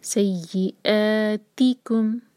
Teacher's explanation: سی یا پر شدہ تو اسٹرانگ پڑھیں گے سی آتی کم حمزہ پر فتح تو کٹ آف ساؤنڈ